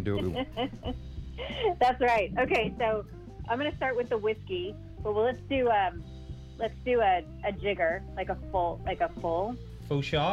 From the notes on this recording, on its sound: jump on the phone